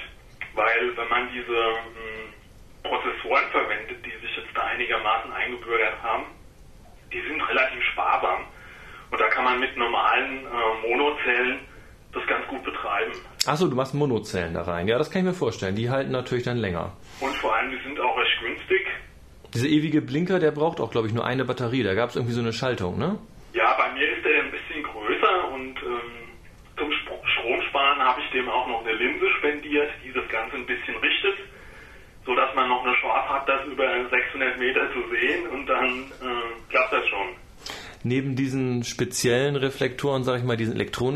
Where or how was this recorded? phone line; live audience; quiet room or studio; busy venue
phone line